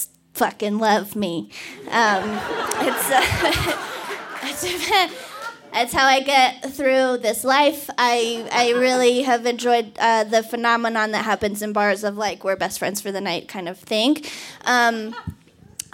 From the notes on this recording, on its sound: told this story live at the Buntport Theater on November 20, 2019.